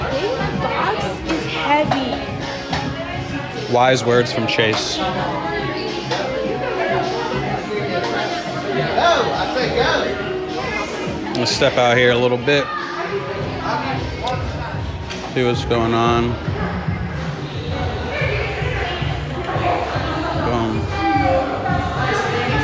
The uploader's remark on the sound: I'm live at Orange site for our last day of summer camp, and for PROM. Hear from participants and staff alike as I go around and collect perspectives and thoughts.